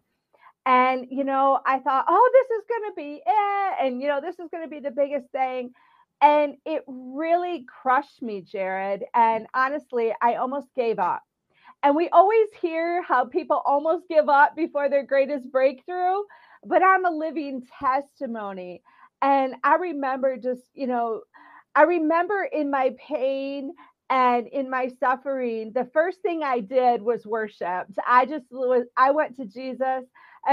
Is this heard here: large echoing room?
no